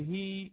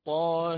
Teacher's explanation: هي 50% بين الألف والياء، بين الفتح والكسر · Shown in: second take · Term: الإمالة الكبرى